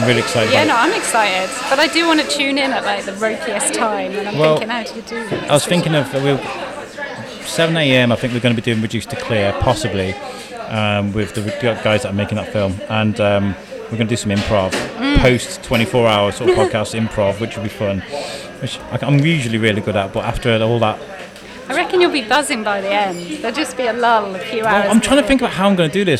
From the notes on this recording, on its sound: Thank you Daily Brews for letting us use your perfect coffee shop to record in. We will mic you up next time.